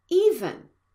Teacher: Even has a stress on the first syllable, and the second one is a schwa